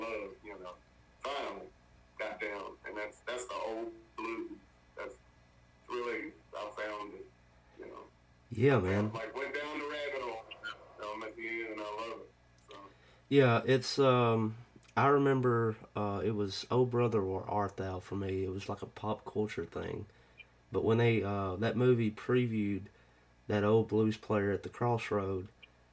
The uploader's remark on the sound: burnt the phones lines to Virginia